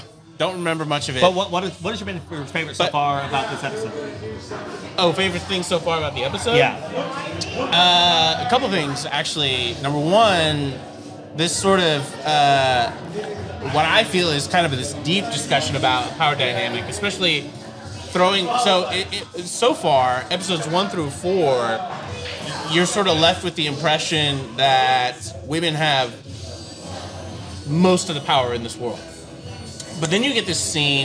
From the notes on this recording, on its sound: A Wheel of Time podcast that is filmed and recorded in a tavern!